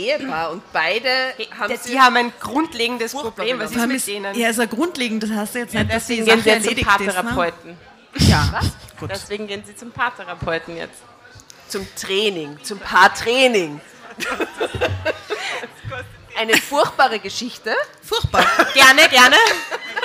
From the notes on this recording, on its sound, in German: Livemitschnitt Releaseparty. Bei dieser Geschichte handelt es sich um einen Livemitschnitt von unserer Drama-Carbonara-Releaseparty, bei der via Open Mic das Publikum mit uns lesen konnte.